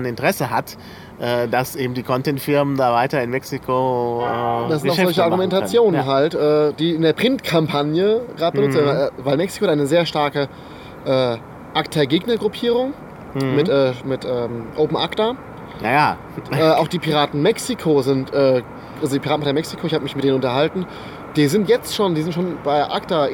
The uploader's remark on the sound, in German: Der Podcast wurde während des Bundesparteitags in Bingen am Rhein im Schatten des. Man hört auch Vogelzwitschern und Hubschrauber.